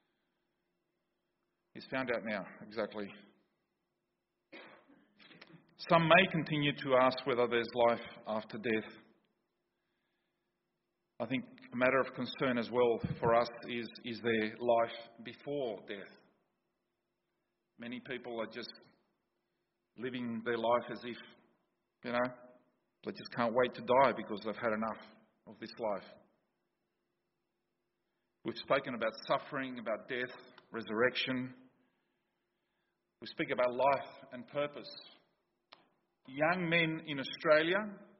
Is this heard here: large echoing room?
yes